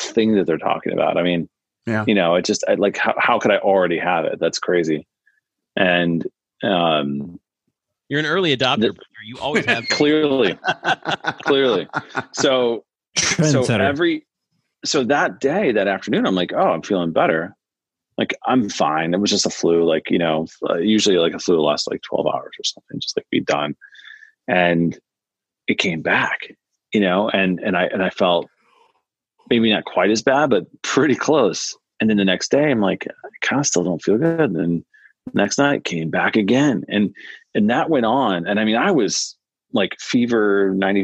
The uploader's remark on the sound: We meet up on Zoom since that seems to be the cool thing to do. Please excuse any quality and delays.